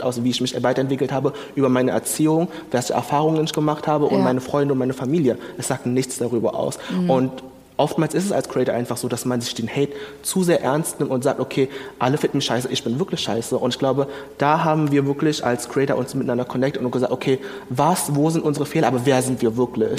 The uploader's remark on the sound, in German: Juhu, endlich wieder eine Livefolge! Diesmal vom ZEIT ONLINE Podcast-Festival. Im Berliner Radialsystem.